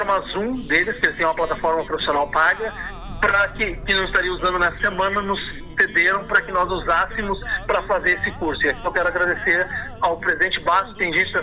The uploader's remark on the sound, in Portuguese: conversou por telefone